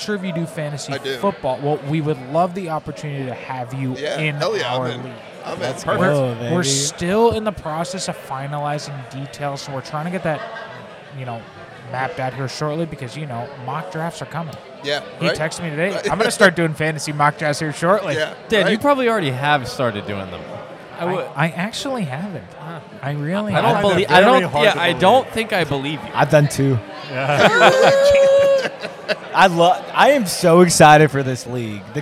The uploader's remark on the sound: recording the show at Middle James Brewery